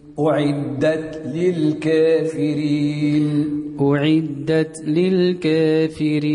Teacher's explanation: هذا الإمام ورش على تقليل قوله الكافرين